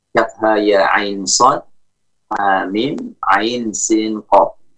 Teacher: Boleh pada huruf 'ain pada dua pembuka surat Maryam dan Asy-Syura' pada 'ainnya, kafha ya 'ain sad amin ain sin qaf. Ya, pada khusus pada ainnya boleh dibaca dengan tawassut, yaitu 4 harokat, wal isba yaitu 6 harokat